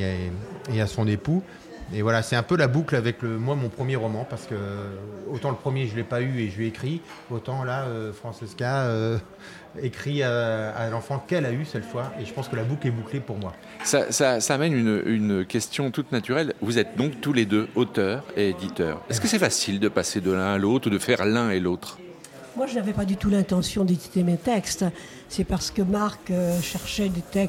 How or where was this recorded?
busy venue